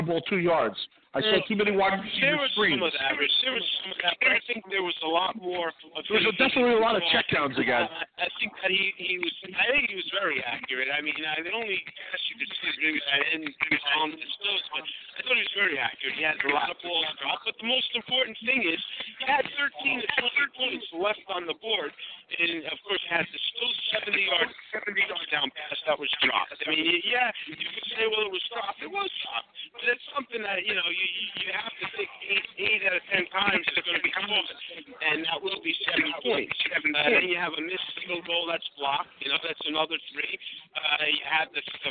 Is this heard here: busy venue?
yes